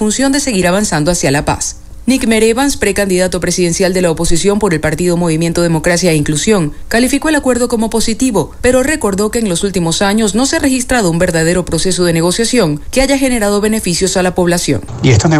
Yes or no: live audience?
no